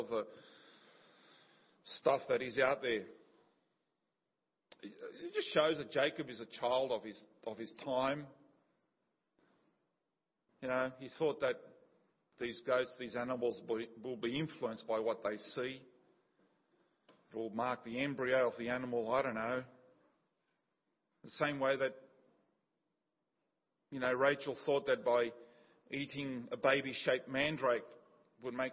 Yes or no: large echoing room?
yes